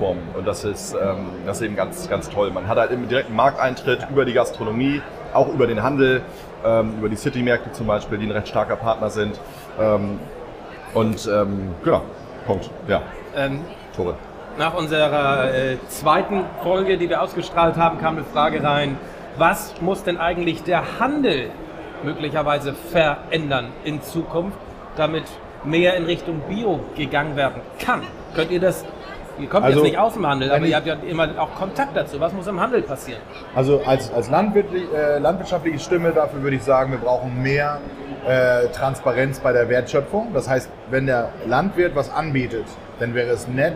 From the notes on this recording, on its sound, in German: LIVE von der Nord Gastro & Hotel. Erstes Live-Special von Bullshit & Käse.